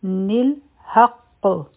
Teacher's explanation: د نون ساکن د لاندې به مونږ کسره ولګو، د لام سره به میلاو کړو، حمزه الوصل به نه وایو